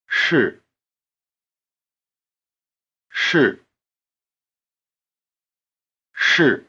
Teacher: 是是是 To make this R sound, you had to curl the tip of your tongue back. The SH part of 是 is also pronounced with the tip of the tongue curled back in what we call the retroflex position. Try repeating 是 again, making sure to keep the tip of your tongue curled back throughout.